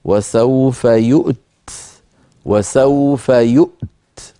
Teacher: انظروا إلى يؤتي في المثال الأول، أصلها يؤتي بوزن يفعل لأنه مضارع، فلما وصلناها بلفظ الجلالة سقطت ياؤها فصارت يؤتي الله، فإذا وقفنا عليها اضطرارا أو اختبارا نقف كالخط ونقول وسوف يؤت وسوف يؤت، طبعا فيها ثقل لأننا سنجمع في الوقف بين ساكنين